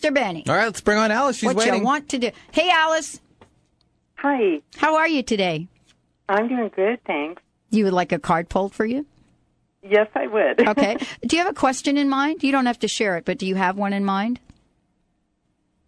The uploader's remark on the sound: opens the phone lines